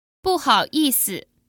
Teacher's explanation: You may notice that the 思 from 意思 becomes a neutral tone during pronunciation